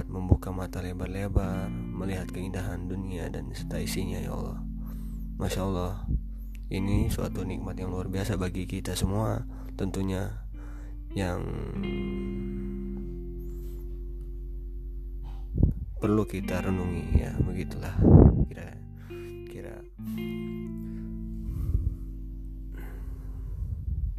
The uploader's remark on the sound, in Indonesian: Mohon maaf juga gw lagi flu sehingga ada suara2 yang mengganggu di telinga kalian. Karena gw record ini tanpa teks.